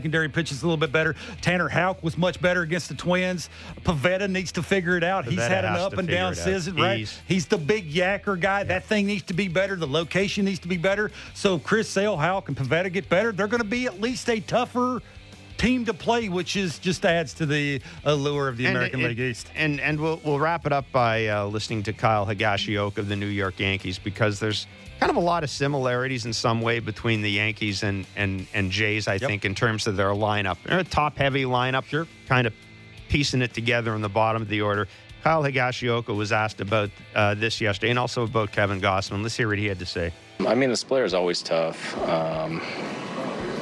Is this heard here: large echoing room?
no